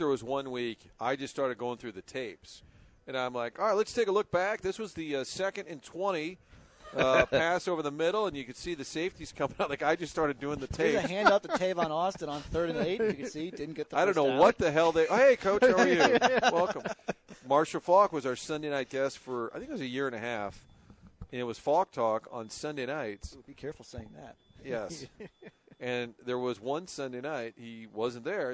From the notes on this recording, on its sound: Broadcasting live from Schnucks off S. Lindbergh.